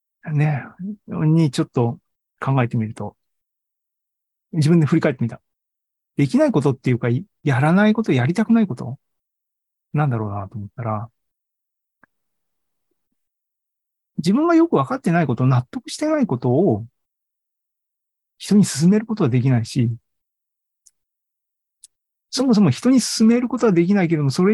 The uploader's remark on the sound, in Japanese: AI ポッドキャスト、シーズン４１は２０２３年５月３１日に開催した ZOOMライブの模様です。